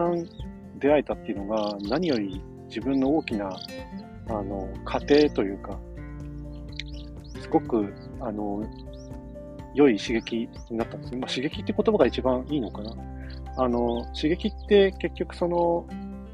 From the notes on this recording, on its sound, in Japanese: 朝の日光と小鳥のさえずりを聴きながらのひとり語り。徹夜ではないけど夜中に仕事を一つ仕上げてからのあさんぽ中に録音。まだ肌寒くて鼻すすり音が凄いです笑。